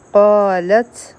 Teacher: لپاره به خپله جبه تیاره کړو. قالت قا حرف مد دی په تا باندې چونکې سکون دی دلته به مونږ همس کو ان نون مشدد دی غنه به کو ابي بي حرف مد